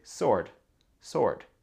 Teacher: Donc le W ici, ça se prononce pas, c'est pas sword, ça c'est trop dur, sword.